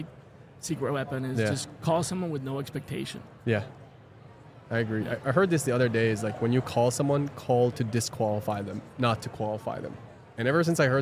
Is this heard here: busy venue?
yes